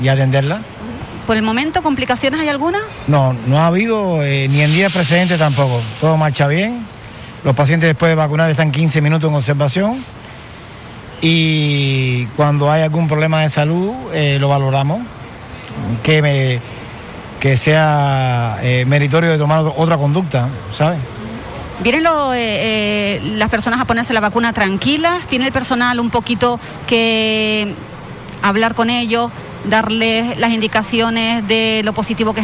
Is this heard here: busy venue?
yes